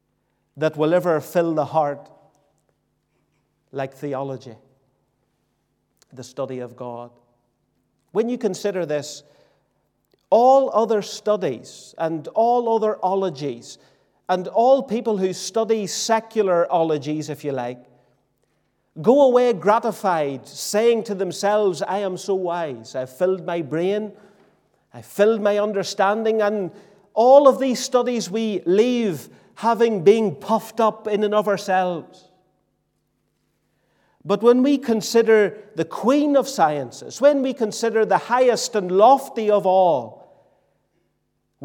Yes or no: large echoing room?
yes